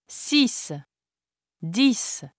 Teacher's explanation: In isolation, the final X is pronounced as S.